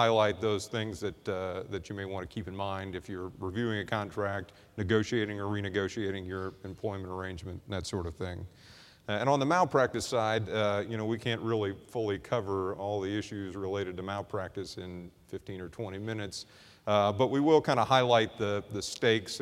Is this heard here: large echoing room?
yes